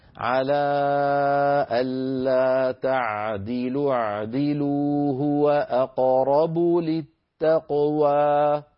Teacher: لكن إن أحب قارئ أن يصل ولا يجرمنكم شنآن قوم على ألا تعدلوا باعدلوه أقبل التقوى، فإن همزة الوصل تسقط، وإذا سقطت همزة الوصل التقى في النطق ساكنان واو تعدلوا وعين اعدلوا، واو تعدلوا وعين اعدلوا، فعندئذ تسقط واو تعدلوا للتخلص أيضا من التقاء الساكنين، فيصير النطق هكذا على ألا تعدلوا اعدلوا هو أقرب للتقوى.